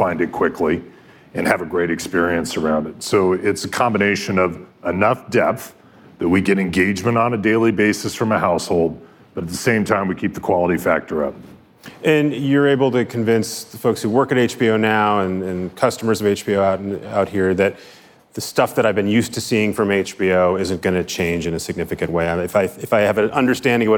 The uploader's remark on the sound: on stage at Code Media in Los Angeles